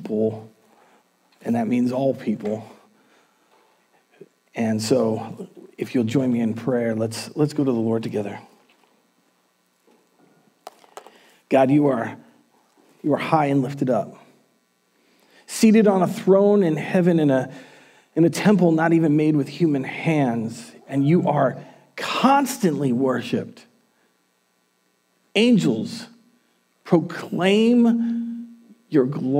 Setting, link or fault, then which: setting, large echoing room